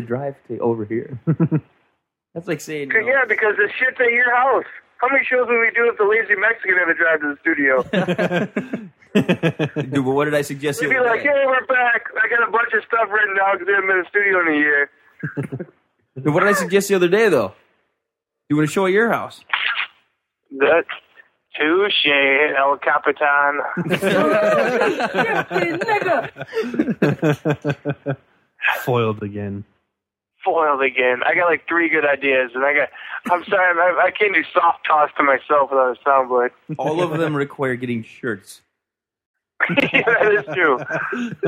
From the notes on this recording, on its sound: on the phones